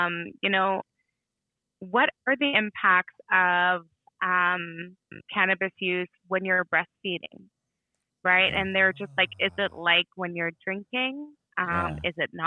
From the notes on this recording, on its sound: We're here on the phone